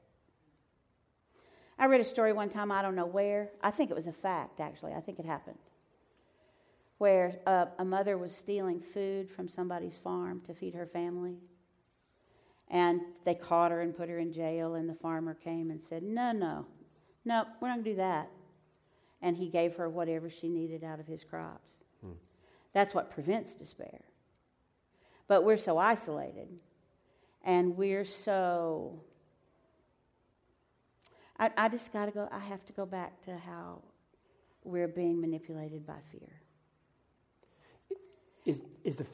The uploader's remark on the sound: Live from Pepperdine